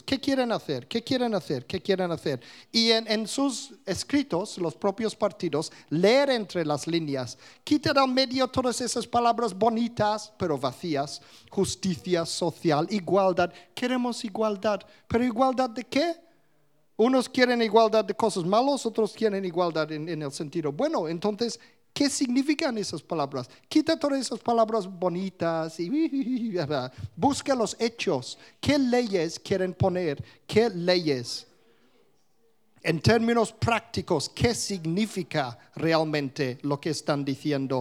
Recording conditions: live audience